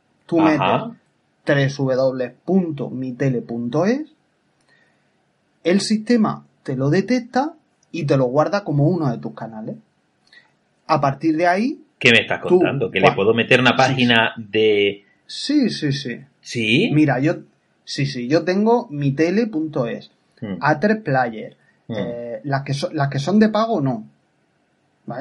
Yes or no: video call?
yes